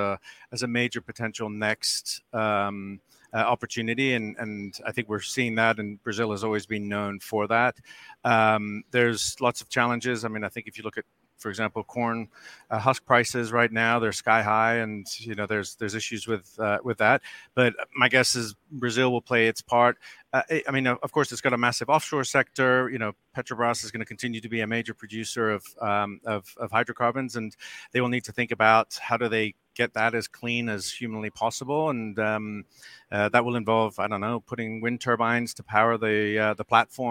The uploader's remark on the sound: A special edition of OPIS Energy Insights, live from World Chemical Forum in Houston.